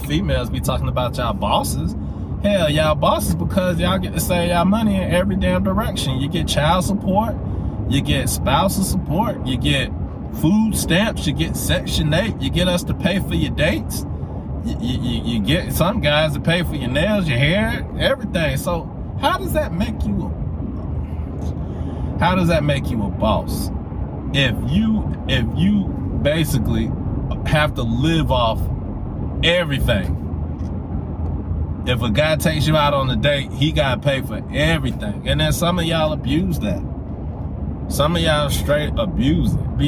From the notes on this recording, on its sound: Driving while Thinking. While I was driving home.